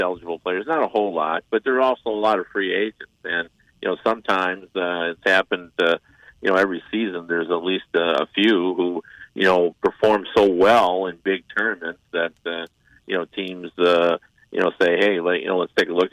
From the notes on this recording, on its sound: They are joined on the phone.